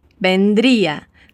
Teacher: aqui o som de B é aquele mais sutil, porque a palavra vendría está depois de uma palavra que acaba em vogal.